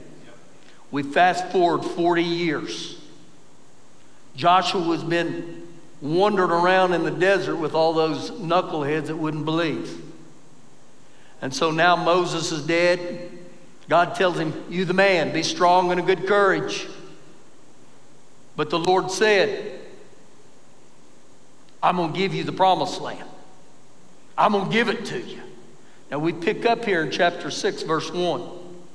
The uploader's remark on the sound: Recorded live during our Wednesday night service